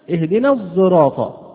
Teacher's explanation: الصاد المشمة صوت الزاي